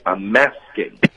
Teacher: I'm 和 asking 要连读